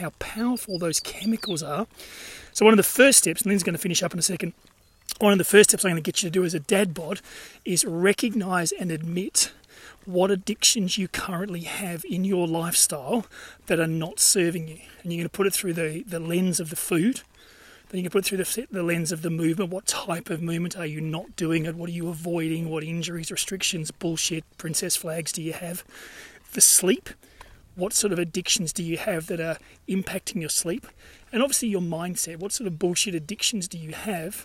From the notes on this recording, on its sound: recorded during daily walks